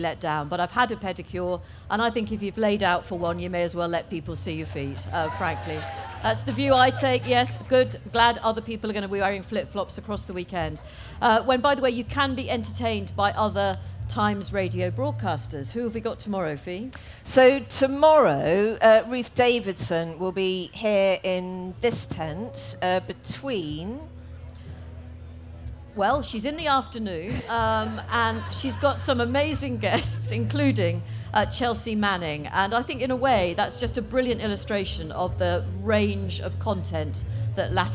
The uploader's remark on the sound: Live from Latitude Festival.